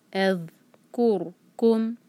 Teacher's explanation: یہاں پہ را ہیوی ہوگا کیونکہ را ساکن سے پہلے دمہ ہے